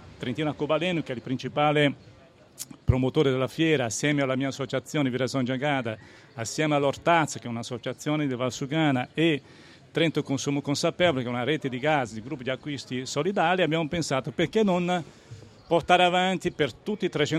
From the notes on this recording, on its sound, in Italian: Le interviste dell’Agenzia di Stampa Giovanile al Festival dell’Economia. In diretta dalla piazza che cresce della Fondazione Demarchi.